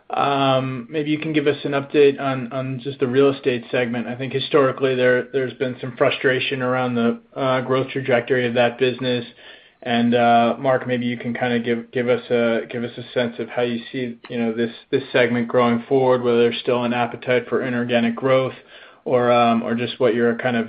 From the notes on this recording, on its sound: Apollo Global Management, Inc. Earnings Conference Call.